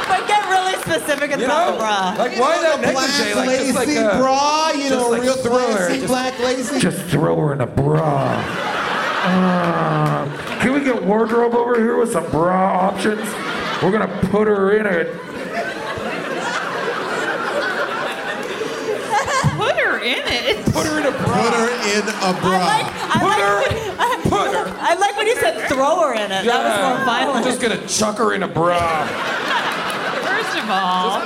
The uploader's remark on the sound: Recorded live from Largo in Los Angeles.